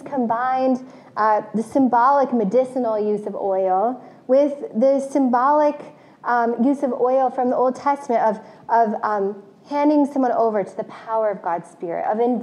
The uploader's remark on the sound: This message was originally preached to CityChurch in downtown Iowa City on February 13, 2022.